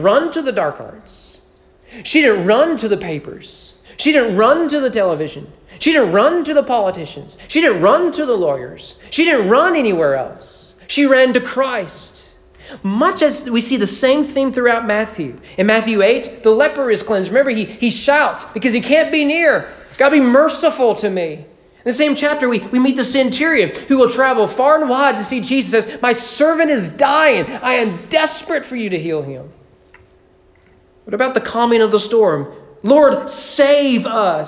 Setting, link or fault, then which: setting, large echoing room